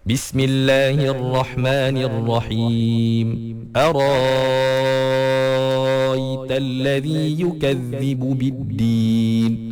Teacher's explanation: Ibdal maknanya dia tukarkan hamzah tu jadi alif.